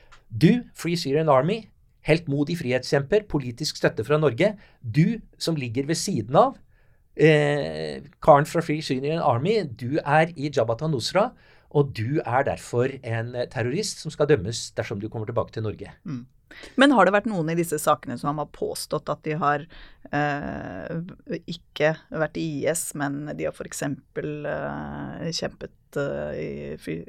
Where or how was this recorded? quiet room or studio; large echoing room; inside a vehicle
quiet room or studio